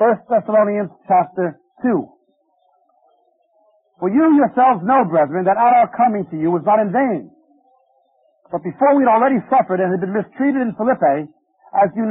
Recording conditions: busy venue